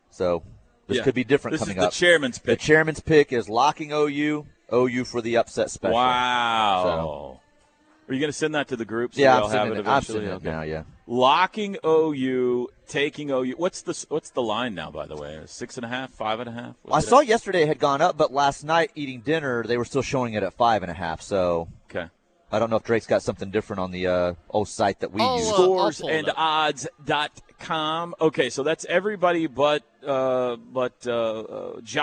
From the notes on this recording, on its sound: Go live from the Omni in downtown Dallas at the OU Alumni Boomer Bash.